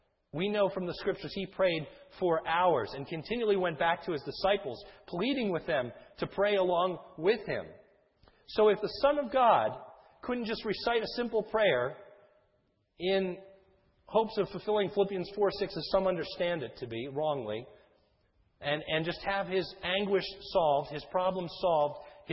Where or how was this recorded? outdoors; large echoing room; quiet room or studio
large echoing room